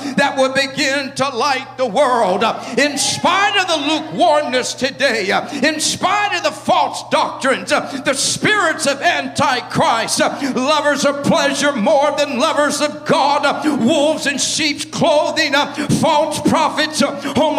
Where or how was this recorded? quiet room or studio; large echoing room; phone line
large echoing room